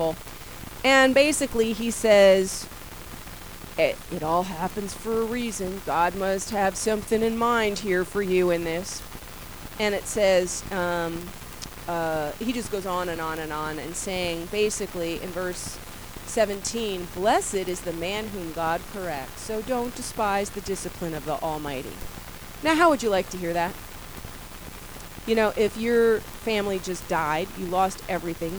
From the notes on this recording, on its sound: Warning-poor audio quality